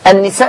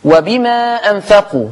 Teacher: اذا المتصل كالمنفصل عند ورش عن نافع يمد بمقدار 6 حركات · Term: مد متصل